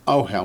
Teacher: Accent on the first syllable, ohel.